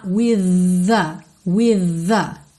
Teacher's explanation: percebe que o TH de with é o TH vocalizado. V, ok? Tem pregas vocais funcionando aí. V. Então, você liga esse som no A.